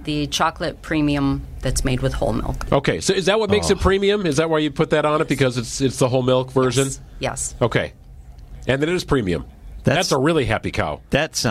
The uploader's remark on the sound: live from the Wisconsin State Fair